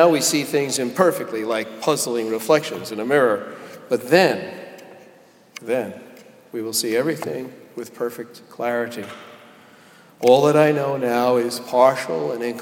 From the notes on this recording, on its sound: Delivered at Jan Hus Presbyterian Church and Neighborhood House